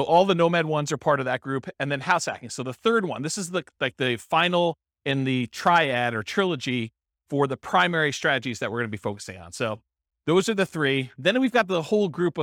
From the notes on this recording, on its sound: This was a live class recorded